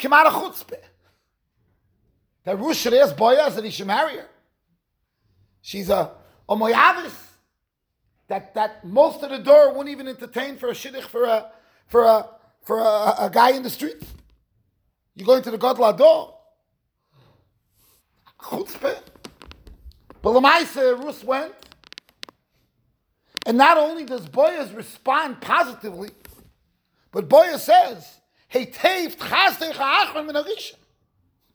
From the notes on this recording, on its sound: Shiur recorded in Yeshivas Ohr Reuven, Monsey NY.